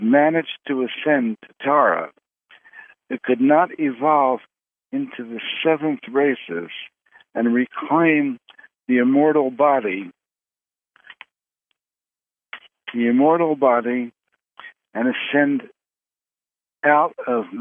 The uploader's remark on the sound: Conference Call LIVE